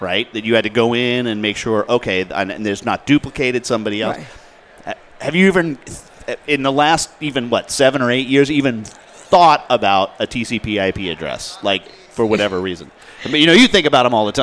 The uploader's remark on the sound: broadcast live from the 2018 AICPA ENGAUGE Event at the MGM Grand in Las Vegas